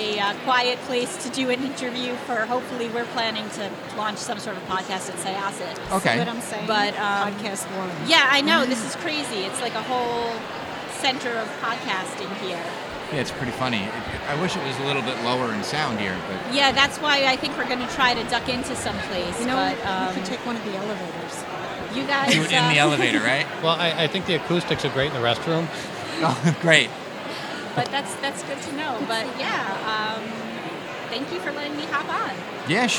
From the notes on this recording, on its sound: Long Island Library Conference Mini Episode. We were recording in a crowded hotel lobby so there is a lot of background noise but it still sounds good!! Thank you to the Long Island Library Conference for allowing us to record at their wonderful annual event!